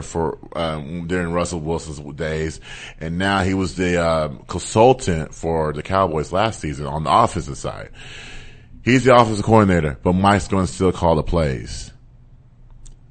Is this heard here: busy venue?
no